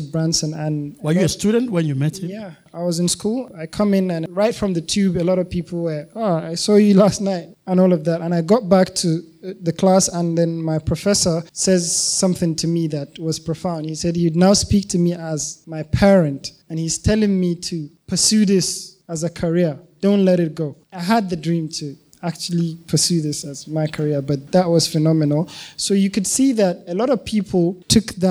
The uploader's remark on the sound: This was a live podcast with an audience